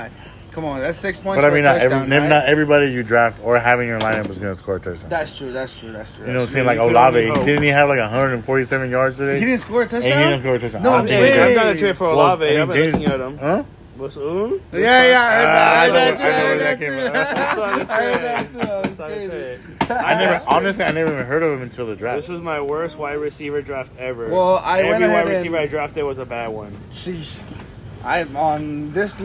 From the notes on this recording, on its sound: This episode is unedited and recorded on an iPhone.